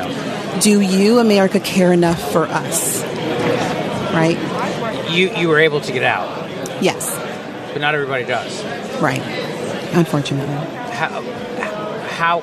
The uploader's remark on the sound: LIVE from CPAC in Washington D